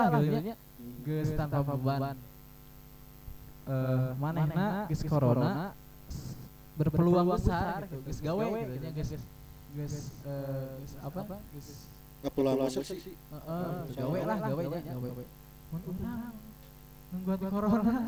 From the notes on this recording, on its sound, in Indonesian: Maaf Audionya agak jelek.